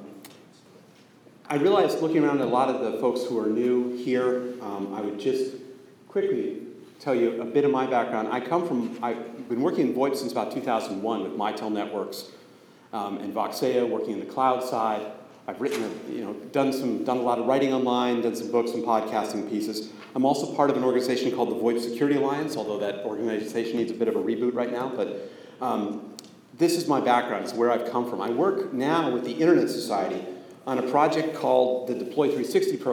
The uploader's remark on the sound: Way back in June 2014 I spoke at the SIP Network Operators Conference (SIPNOC). I lost track of the audio recording but recently found it and thought I would share it.